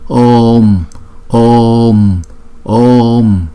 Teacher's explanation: Bởi vì chữ O là diphthong, chúng ta phải đọc chữ O kéo dài hai nhịp trước, rồi chúng ta mới đóng chữ O lại sau